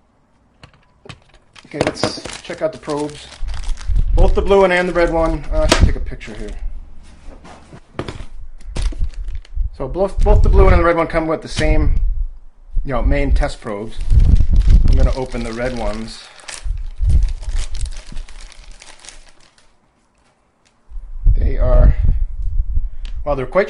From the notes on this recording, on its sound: I recorded next to an open window on a gusty day.